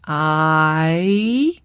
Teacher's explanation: sliding from the ah of box to the e of beat · Term: diphthongs